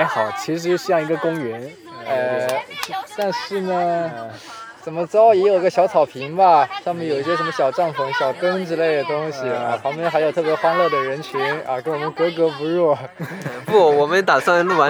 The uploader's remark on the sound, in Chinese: 上个周末去露营了心心念念，同时还心心念念的试了一下户外录制是什么感觉。